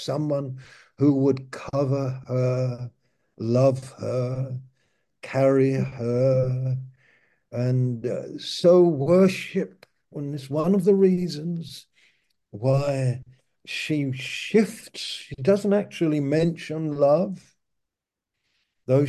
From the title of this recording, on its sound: Malaysia Meets (Zoom)